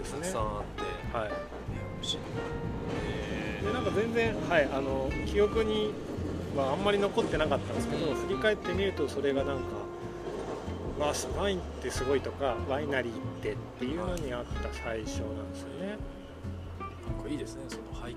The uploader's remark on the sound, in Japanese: まちなかの川べりで収録しているので、虫の声や路面電車の音などが入っております。